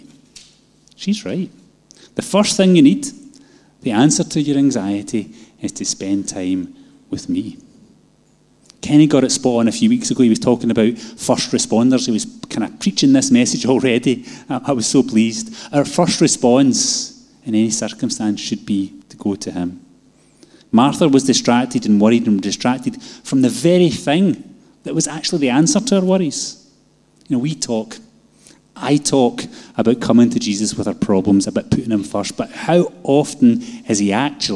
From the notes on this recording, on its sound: Live from our Sunday gathering on 10/07/22